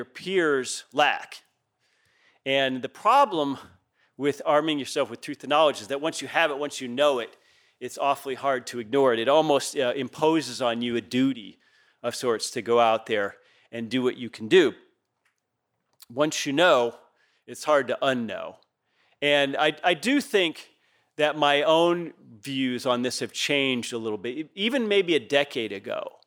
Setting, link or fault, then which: setting, large echoing room